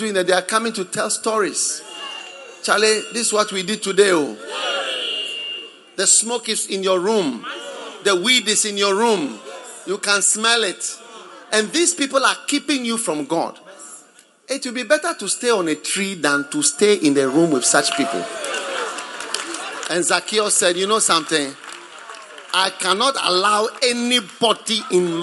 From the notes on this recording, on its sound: Preached at the Prophetic Encounter Service.